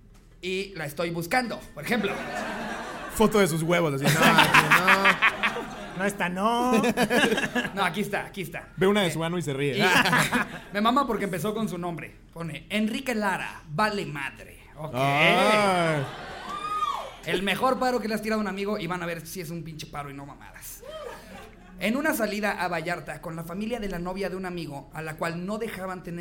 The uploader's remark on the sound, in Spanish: En vivo desde Querétaro. En este episodio de La Cotorrisa en vivo desde la Caja Popular. Muchas gracias por llenar el evento en menos de 2 horas.